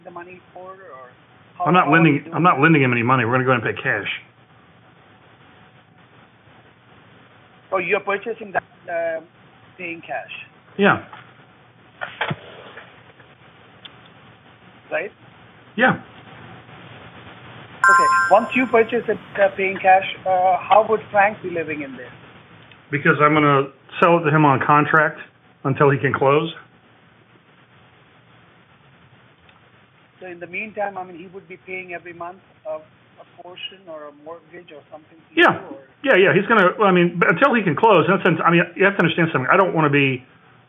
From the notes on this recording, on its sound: Live Call.